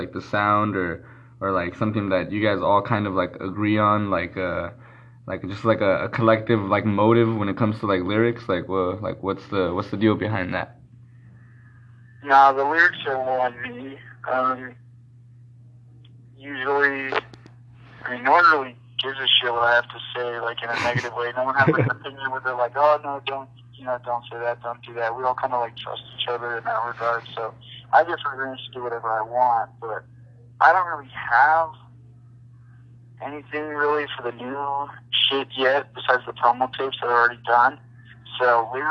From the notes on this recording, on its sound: phone interview